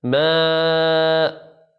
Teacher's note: خرج حرف الميم وبعد ذلك مد يخرج من الجوف أي من الصدر · Term: حروف المد